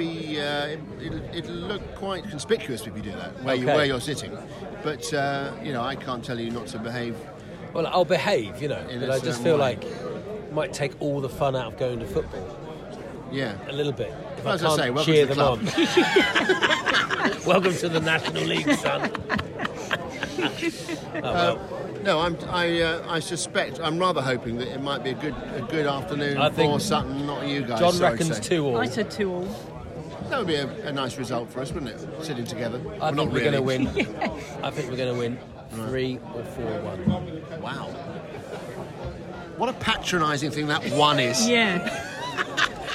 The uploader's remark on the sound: This week we're on the road again. Taking us for a day out at Sutton United, plenty of horsey atmosphere at the Cheltenham Festival.